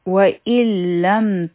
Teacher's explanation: دا د نون ساکن ادغام دی بغیر د غنانه نو دلته کې به د نون آواز ختم شي و ان